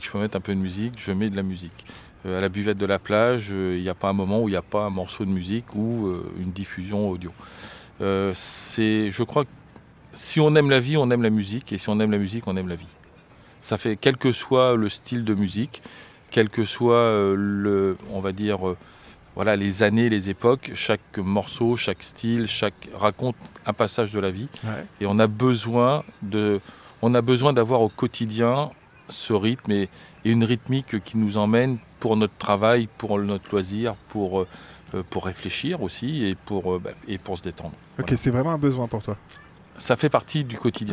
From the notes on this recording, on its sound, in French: Enregistré cette fois sur la plage de la Boirie à St Denis d'Oléron. La Buvette de la Plage, une institution du nord de l'île.